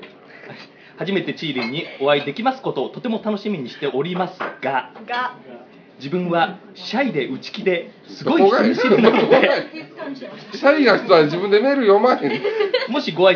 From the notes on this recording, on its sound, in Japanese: DVDイベントでのちーラジ収録1本目。SHOWROOMと同時に。声ちっちゃ！